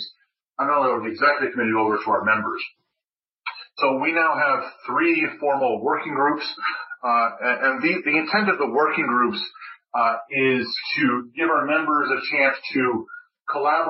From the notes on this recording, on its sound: His talk was part of the Future-in-space Operations weekly teleconference series recorded on July 29.